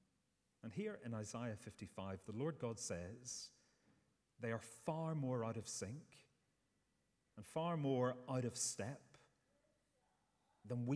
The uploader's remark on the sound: Sunday 10th September 2023 morning service